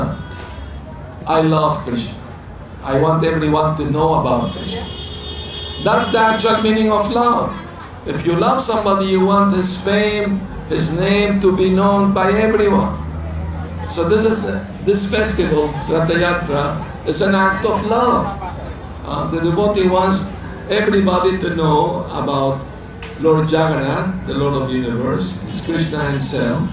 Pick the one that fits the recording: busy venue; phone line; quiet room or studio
busy venue